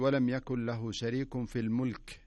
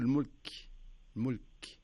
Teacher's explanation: إذا وقفت على الكاف كأنك يعني تسمع همس فيها · Shown in: second take · يعني اللي يسموها همس، تسمعها القريب دون البعيد، بس في السماعات والميكروفونات تصير قوية.